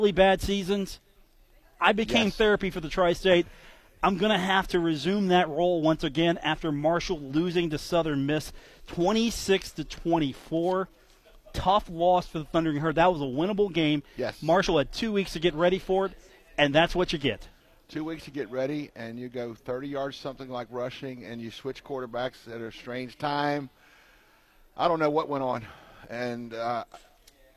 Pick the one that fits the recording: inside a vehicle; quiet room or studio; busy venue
busy venue